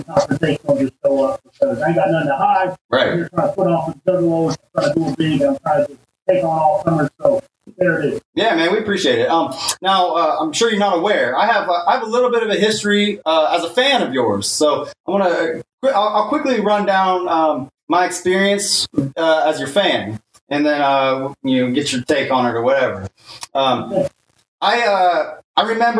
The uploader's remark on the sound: Unfortunately the streaming gods were not with us for this one, as the audio recorded...